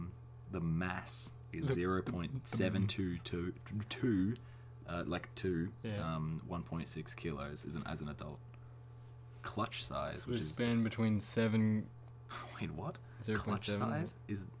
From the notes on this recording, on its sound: Apologies for the droning in the background.